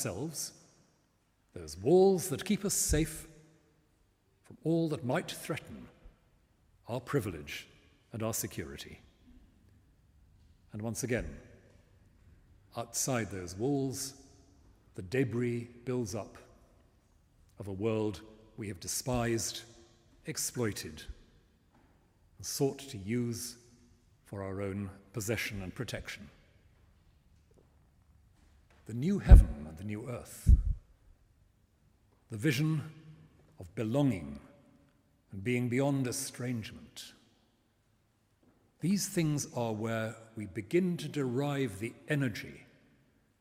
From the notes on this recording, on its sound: The talk was delivered this week in St Martin-in-the-Fields, in central London, as part of its autumn lecture series, “What am I living for?”, in partnership with the Church Times.